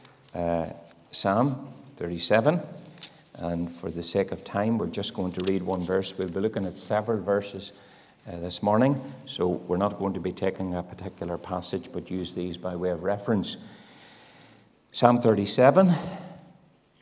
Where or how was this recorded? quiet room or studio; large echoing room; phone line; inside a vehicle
large echoing room